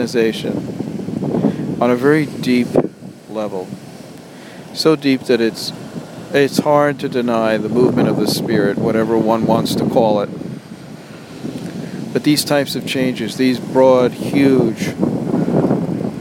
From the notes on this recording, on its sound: Recorded on July 12, 2011 on the beach at Cherry Grove, Fire Island, New York.